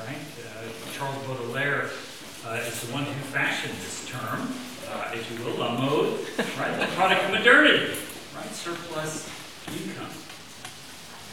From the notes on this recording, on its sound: best quality audio available